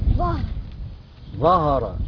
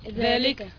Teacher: ثلاثة احرف يخرج فيها طرف اللسان